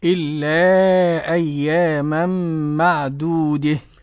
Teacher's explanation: أنا أملت الدال والهاء مع بعض · Term: إمالة